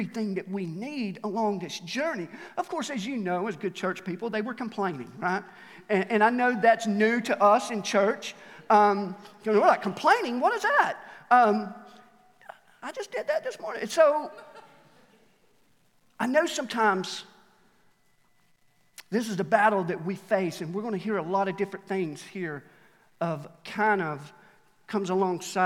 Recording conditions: live audience